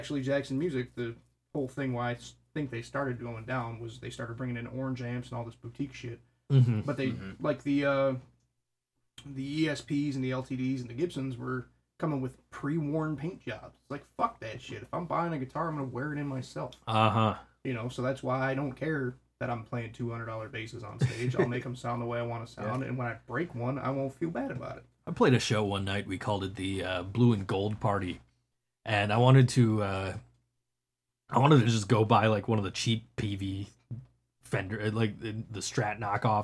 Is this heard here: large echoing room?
no